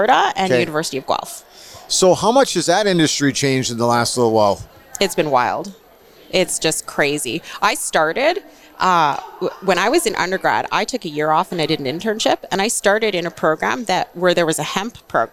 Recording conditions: busy venue